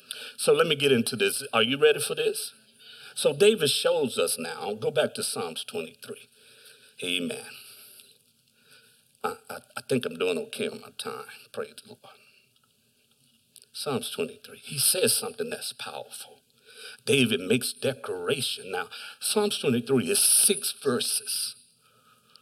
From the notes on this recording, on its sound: Delivered on 18 July 2021 at Grace Church of La Verne. Delivered on 18 July 2021 at Grace Church of La Verne .